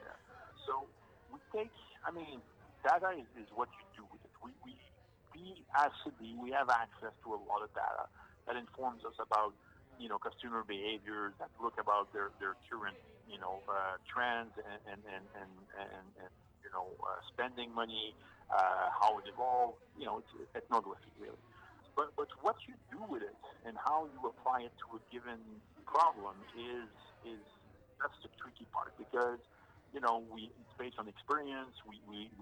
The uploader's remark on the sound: Recorded: Friday January 18, 2022 10:30 am (EST) at the Interior Design Show